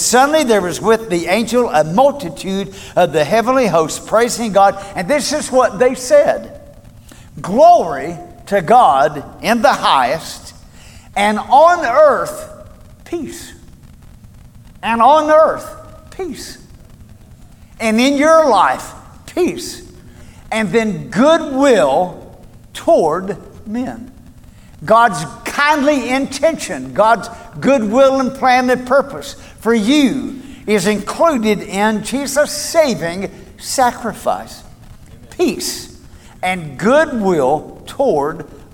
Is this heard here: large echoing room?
yes